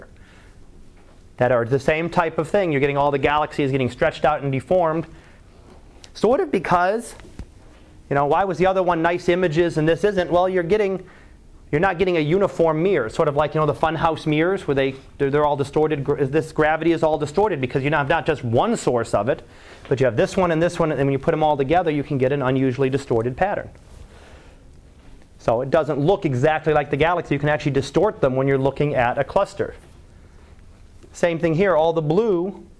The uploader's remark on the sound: Live Class Lecture